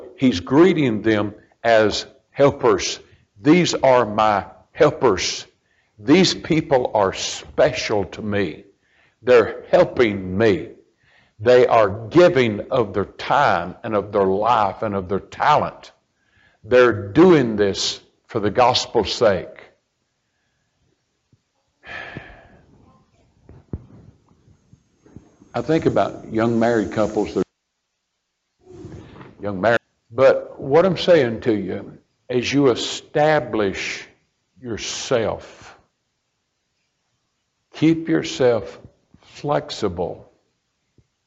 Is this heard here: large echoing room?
yes